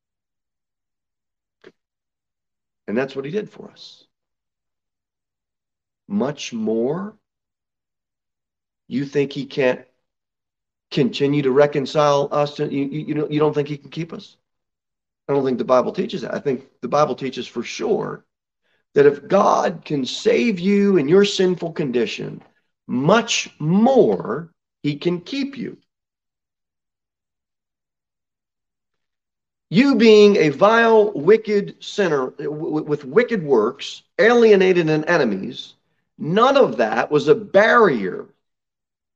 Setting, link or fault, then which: setting, large echoing room